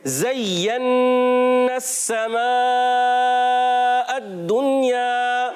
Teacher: زا کی ادائیگی سیٹی کے ساتھ ہوگی